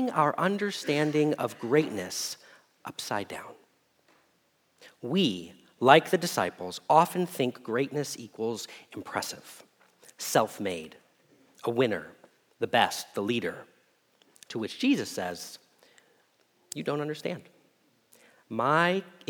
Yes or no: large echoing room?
yes